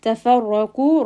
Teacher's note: رَا here is going to be heavy. قَاف is also heavy.